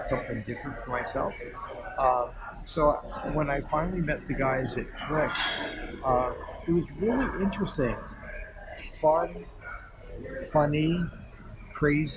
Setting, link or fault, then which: setting, busy venue